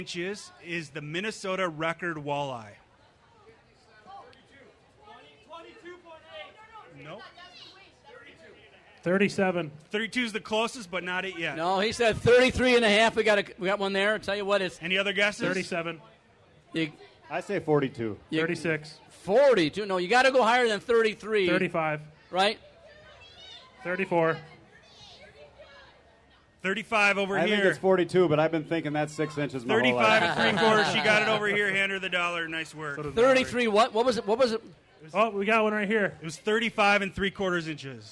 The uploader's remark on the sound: The 4 Outdoorsmen: State Fair Special. In this episode we broadcast live from the Minnesota State Fair.